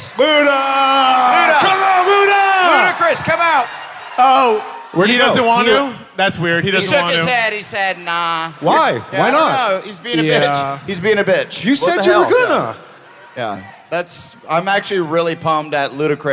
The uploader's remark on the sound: Live From Atlanta!